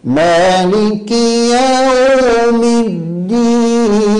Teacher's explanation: المعنى أيضا. كذلك من الأخطاء إشباع فتحة الياء، الياء في يوم، يوم مفتوحة، فإذا أشبعت حركة الفتح ولدت ألفا